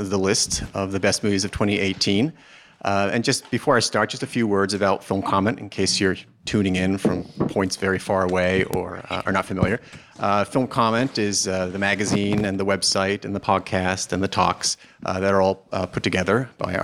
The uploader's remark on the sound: We counted down the best movies of the year at a live Film Comment Talk at the Film Society of Lincoln Center.